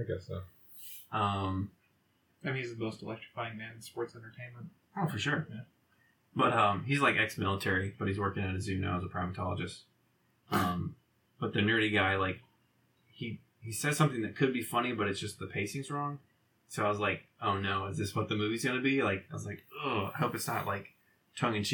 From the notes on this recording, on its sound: Warning: I busted up the audio.